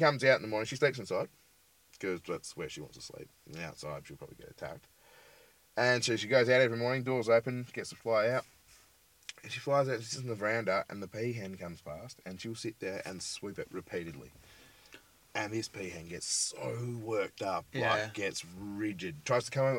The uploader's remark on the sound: This week we are in the car studio at Lucky Parachute HQ, the super-secret camping ground. Ahh the great outdoors, what a place to be, what a place to record a podcast!